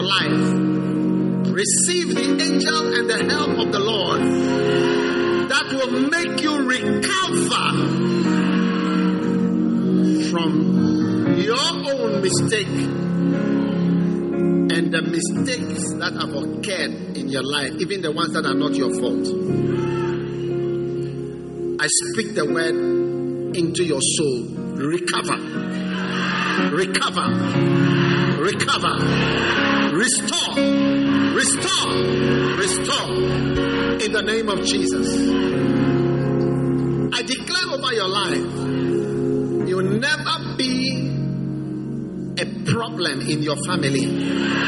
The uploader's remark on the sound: Preached at the First Love Center, Accra.